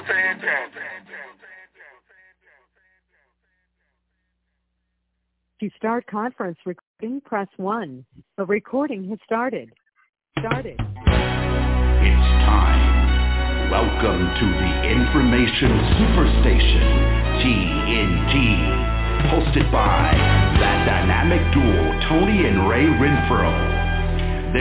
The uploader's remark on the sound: TNTSuperfantastic Conference Call